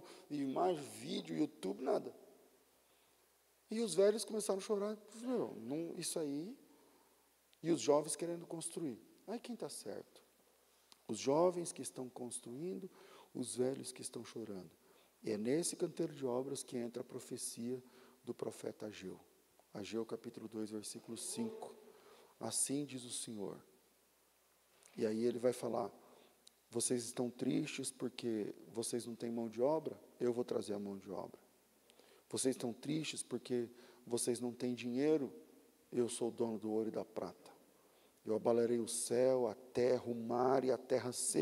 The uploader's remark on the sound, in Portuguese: Culto ao vivo